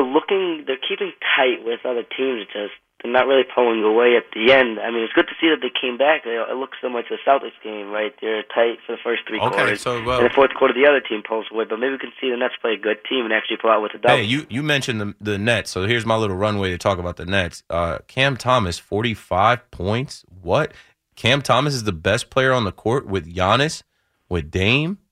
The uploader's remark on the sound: phone calls from Jets fans all over the Tri-State Area